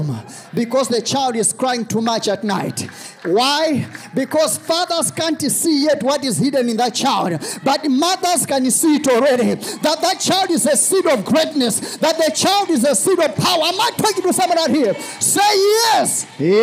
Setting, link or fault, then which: setting, large echoing room